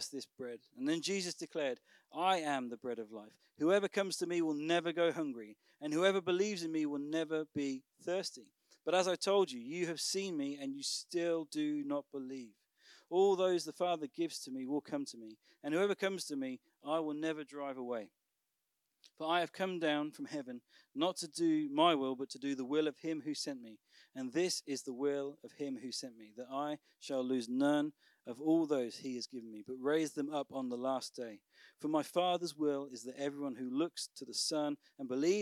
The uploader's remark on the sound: Recorded on Sunday 29th October at Manor School, Raunds